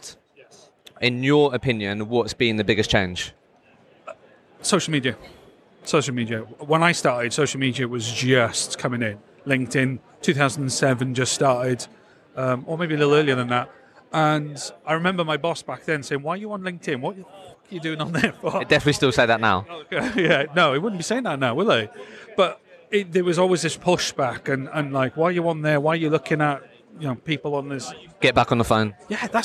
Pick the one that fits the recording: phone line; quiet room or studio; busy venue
busy venue